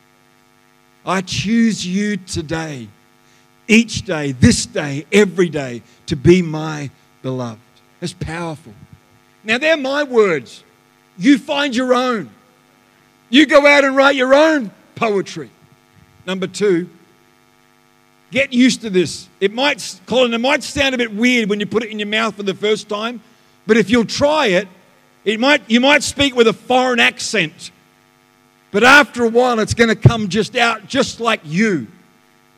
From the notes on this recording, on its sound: The live stream of Destiny Church Atherton